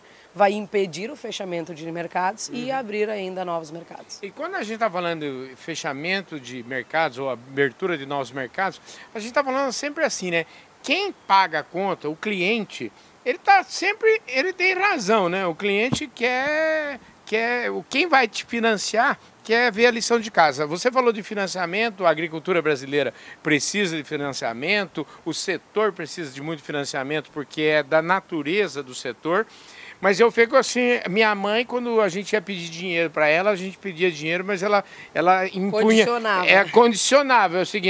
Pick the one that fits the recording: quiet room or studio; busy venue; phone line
busy venue